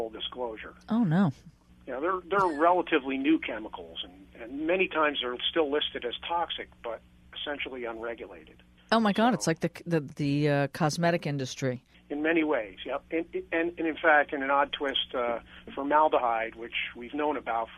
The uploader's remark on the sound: call in for this segment.